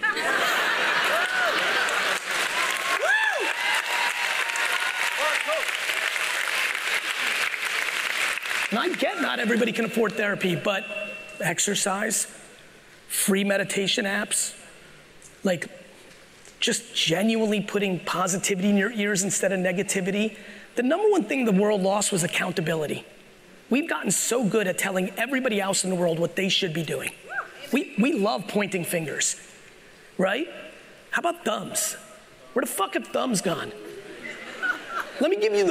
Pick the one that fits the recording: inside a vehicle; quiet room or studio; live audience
live audience